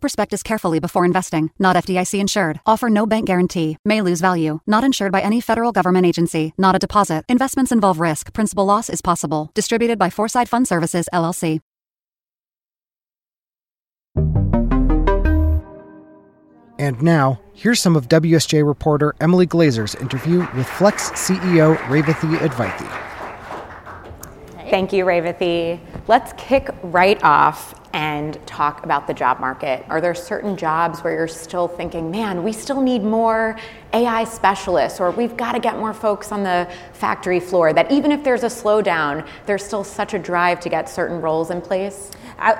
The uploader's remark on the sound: This conversation was recorded at WSJ’s CEO Council Summit on December 12, 2023. This conversation was recorded at WSJ’s CEO Council Summit.